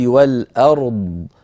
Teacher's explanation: فجمعت بين الراء الساكنة والضاد الرخوة المستطيلة بنطق صحيح جيد